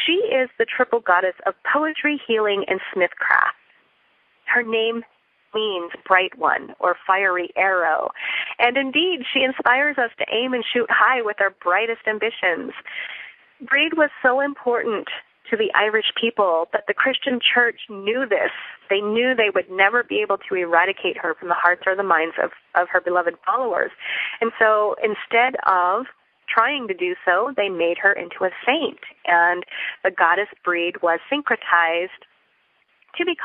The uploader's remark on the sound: Listen in to this pre-recorded Teleclass on the Folklore, Tradition and Meaning.